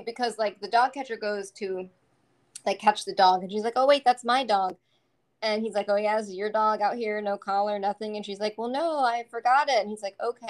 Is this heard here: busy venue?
no